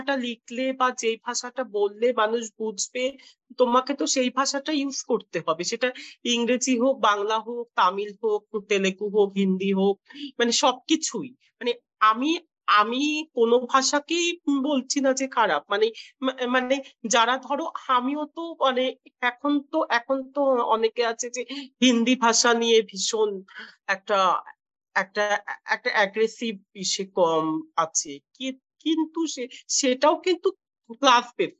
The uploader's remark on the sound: I am in Iowa City now. Like most of my podcast interviews, this is being done virtually via Zoom.